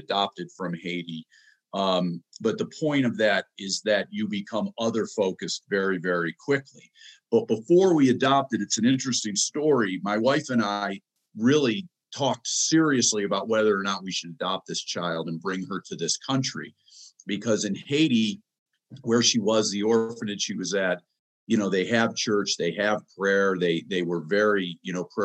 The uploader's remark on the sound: special Transforming Leadership Zoom call